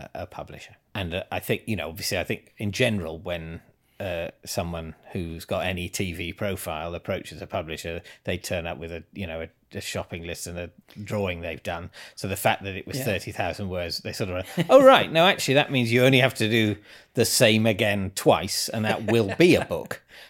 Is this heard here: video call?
no